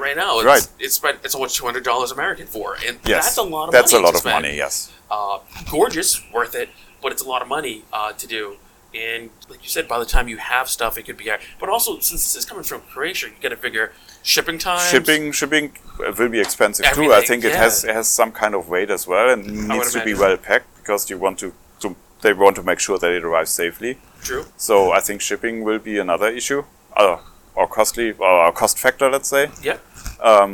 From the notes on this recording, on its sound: This is the second of two live episodes recorded at TotalCon 2023.